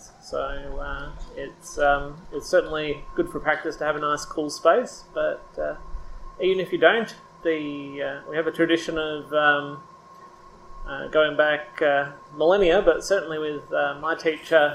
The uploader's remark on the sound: This session has considerable background noise and due to the heat is shorter than the expected 60 minutes. Hosts this weeks session at the Roleystone Family Centre.